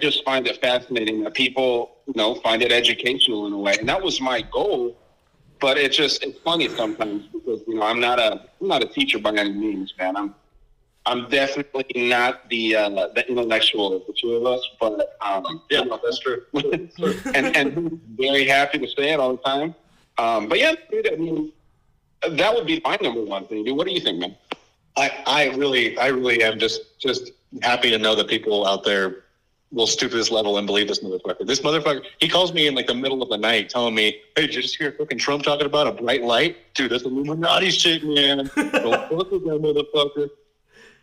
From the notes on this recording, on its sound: A COUPLE GUYS WHO I HAD THE PLEASURE GETTING DRUNK WITH OVER PHONE AND TALK ABOUT CONSPIRACIES THEORIES.